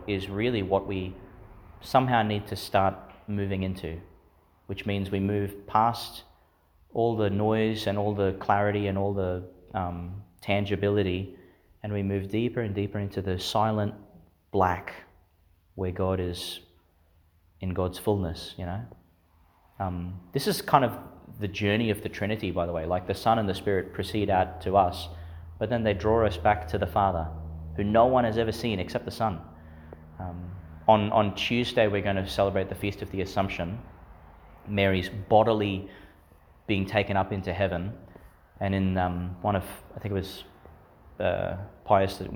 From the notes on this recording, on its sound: Homily for the Nineteenth Sunday in Ordinary Time, delivered in St Peter Chanel’s Church, Miriam Vale.